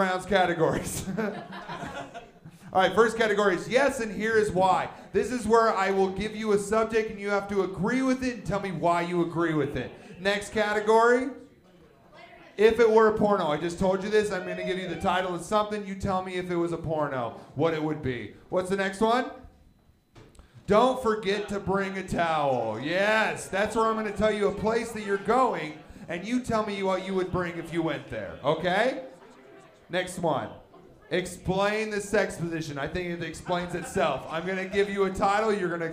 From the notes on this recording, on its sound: This is a live show that provides the set ups, and comedians create the punchlines live on the spot!